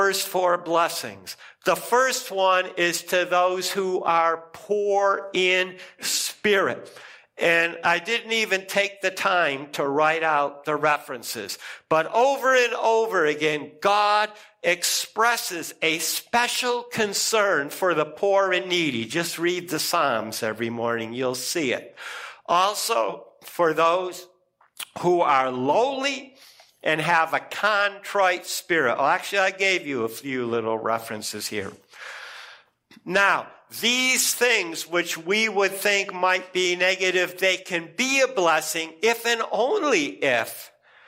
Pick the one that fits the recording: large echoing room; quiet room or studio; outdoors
large echoing room